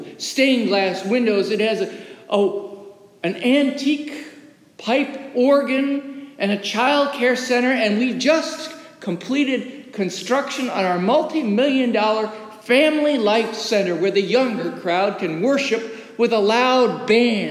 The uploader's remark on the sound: As recorded live in the historic, 318-year-old sanctuary of (Old) Rehoboth, the "Birthplace of American Presbyterianism".